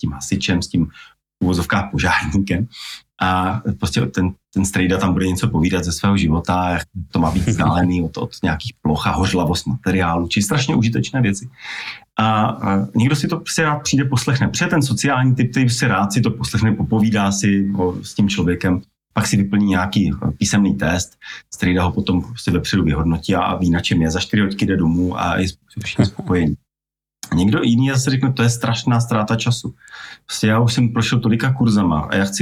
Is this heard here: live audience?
no